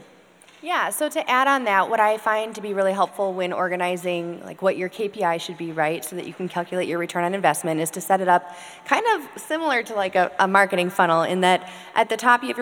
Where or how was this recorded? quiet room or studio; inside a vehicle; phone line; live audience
live audience